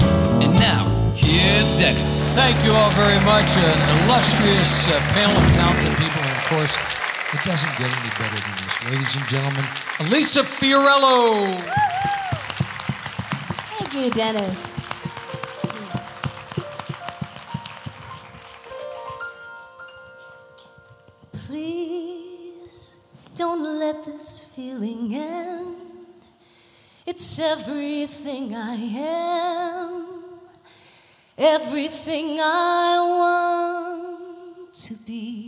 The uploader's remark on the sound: Live at the SouthPoint Casino